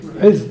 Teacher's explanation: الواقع لا يمكن أن تبقى على السكون، لابد أن تعطي الذال شبه حركة